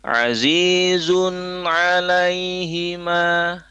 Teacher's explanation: Sementara hi di sini ha yang berharokat kasroh itu tidak dilafazkan panjang